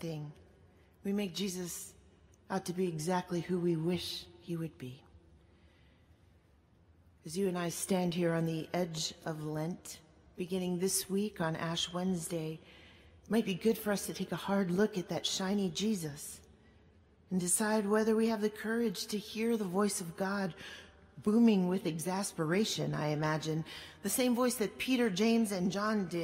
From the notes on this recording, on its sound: At Duke Chapel on March 3, 2019.